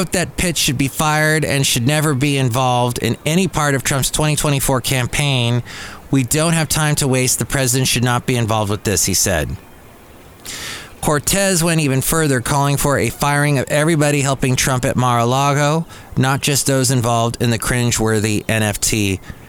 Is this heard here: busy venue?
yes